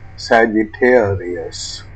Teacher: Sagittarius, say Sagittarius with secondary stressed bad vowel and follow with bid vowel, primary stressed fair vowel, and finish with fear vowel. Stress pattern, da-di-da-di.